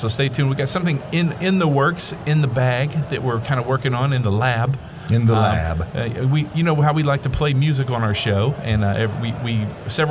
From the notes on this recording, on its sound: The guys are coming to you live from the Arkansas Department of Educations Summit 2019 in Hot Springs, Arkansas.